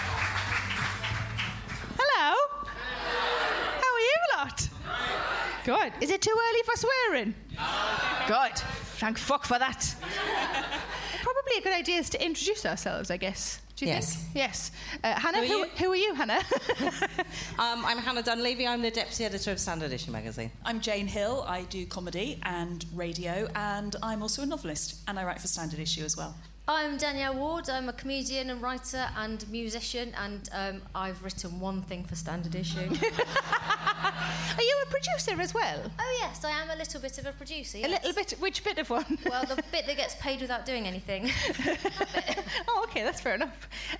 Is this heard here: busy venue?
yes